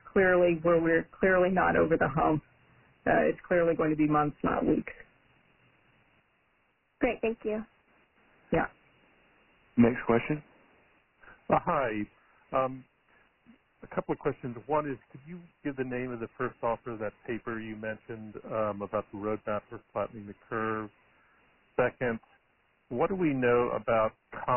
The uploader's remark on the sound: Coronavirus (COVID-19) Press Conference. This call was recorded at 11:30 am Eastern Time on Thursday, March 26.